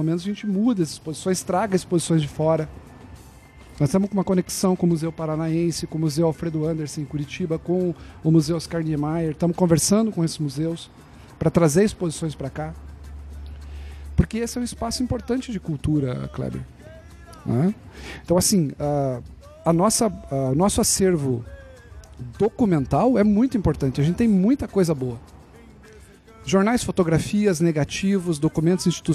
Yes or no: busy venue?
yes